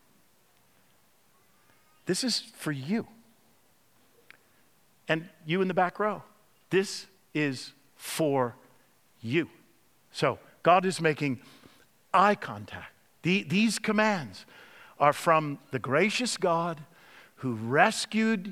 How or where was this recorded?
large echoing room